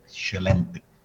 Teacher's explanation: los portugueses sí mencionan la T, el sonido de T